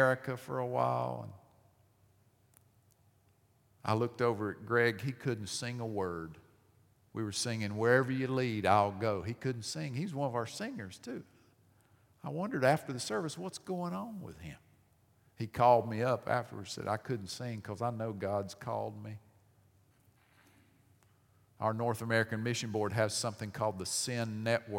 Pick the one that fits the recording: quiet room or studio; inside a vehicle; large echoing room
large echoing room